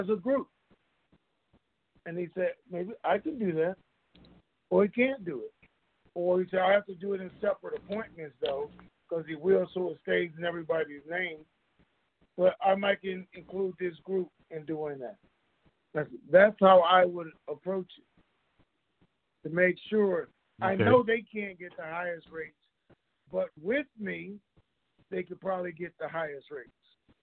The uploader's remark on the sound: TNTSuperfantastic Conference Call